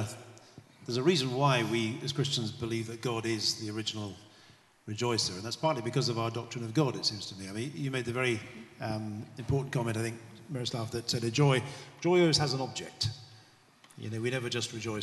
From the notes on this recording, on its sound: This GodPod was recorded as part of a special event at St Mellitus College.